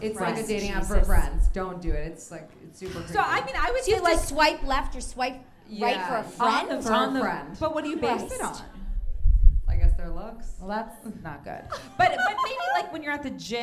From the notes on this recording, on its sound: Is the NYC live show recording. Live recording at Improv Asylum.